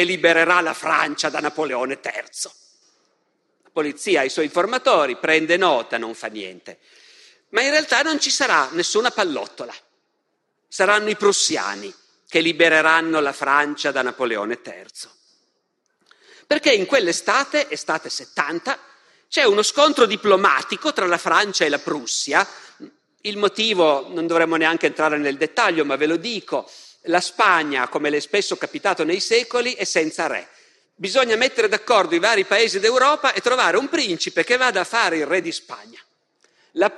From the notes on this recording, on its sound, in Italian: Festival della Mente, 2021. Dal Festival della Mente 2021, il terzo e ultimo appuntamento della serie “Le origini delle guerre civili”.